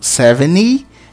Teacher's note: é como se não tivesse o T, eu vou direto do som do 7, o N que termina em 7, direto com o Y